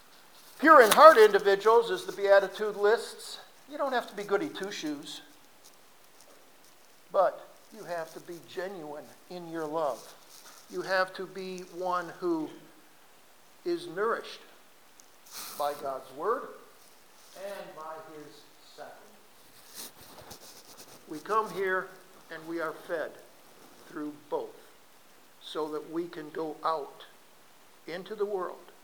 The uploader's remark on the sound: RECORDED SERMON FROM 01-29-2017